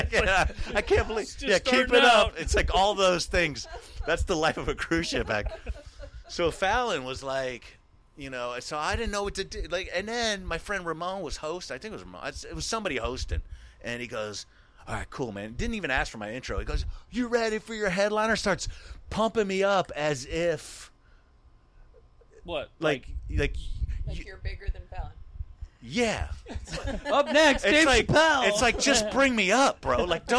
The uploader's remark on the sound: Recorded and shot on location at OFF THE HOOK COMEDY CLUB in Naples, Florida. The Pilot episode of this new podcast was recorded and shot on location at OFF THE HOOK COMEDY CLUB in Naples, Florida.